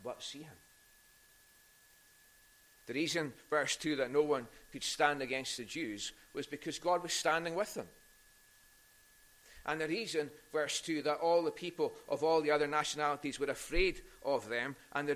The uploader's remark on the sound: recorded at North Harris Free Church on the evening of Sunday 5th June 2022